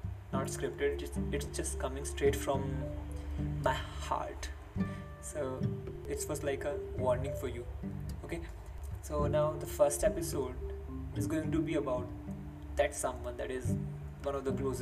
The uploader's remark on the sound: SORRY IF YOU HERE BACKGROUND NOISES BUT THE REASON FOR THIS IS THAT I DONT HAVE A MIC TO RECORD WITH. THIS WAS THE BEST QUALITY I COULD PRODUCE THROUGH MY PHONE AND THROUGH EDITING IT.